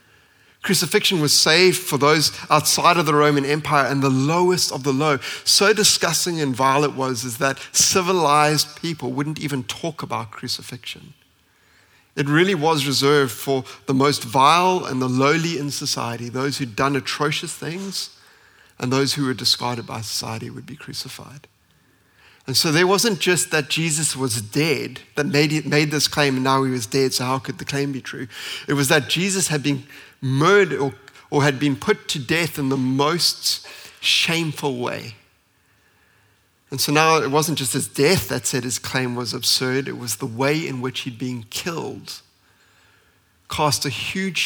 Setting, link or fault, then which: setting, large echoing room